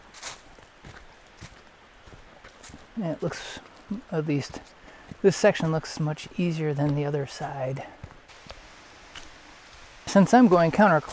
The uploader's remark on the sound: Bull Mountain Loop - Dahlonega Georgia. I hope you enjoy the sounds of the trail.